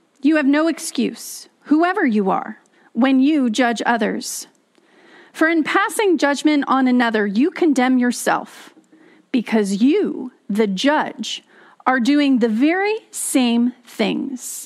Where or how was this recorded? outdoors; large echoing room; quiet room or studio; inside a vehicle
large echoing room